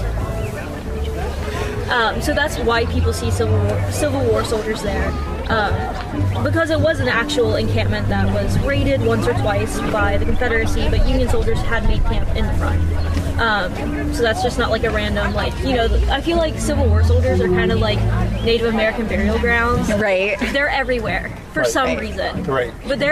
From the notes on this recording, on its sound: Live At Bridgeport Farmers Market. We come to you recording live from the Bridgeport Farmers Market in West Virginia.